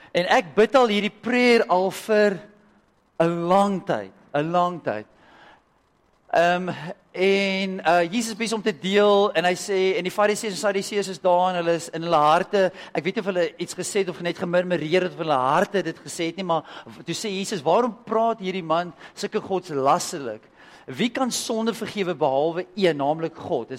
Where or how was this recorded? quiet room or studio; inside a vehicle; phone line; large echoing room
large echoing room